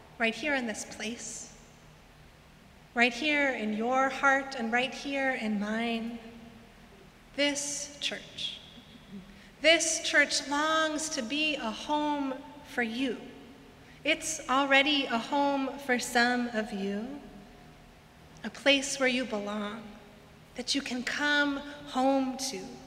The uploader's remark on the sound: Sermons from Old South Church in Boston.